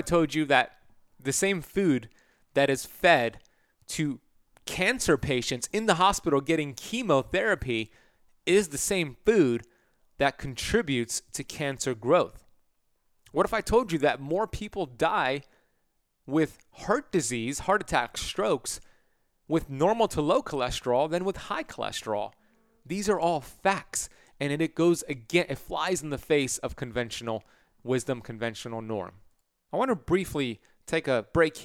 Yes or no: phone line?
no